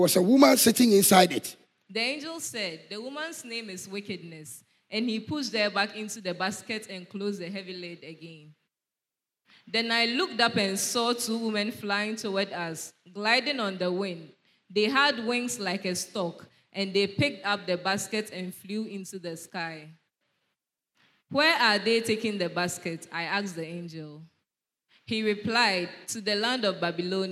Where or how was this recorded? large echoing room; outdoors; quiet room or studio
large echoing room